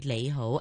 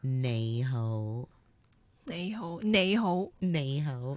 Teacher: I'm practicing my nasal sound because I've got this lazy Cantonese accent · Shown in: second take · where I say lei ho.